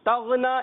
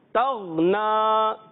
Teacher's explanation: خیال رکھنا ہے کہ غین میں کلکلا نہ ہو · Shown in: second take · تغنا یہ غلط.